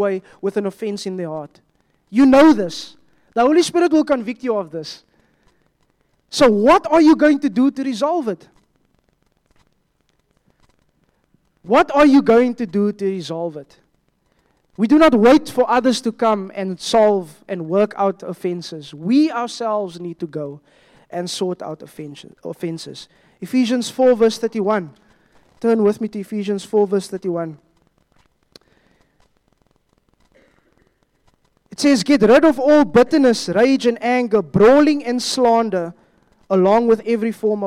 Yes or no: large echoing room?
yes